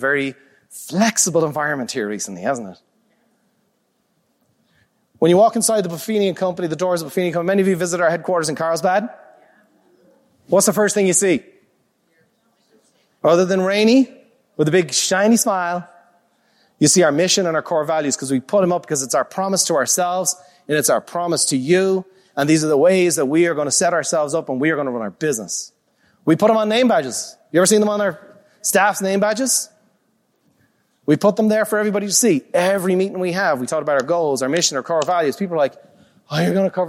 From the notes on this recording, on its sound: a live recording from Peak Experience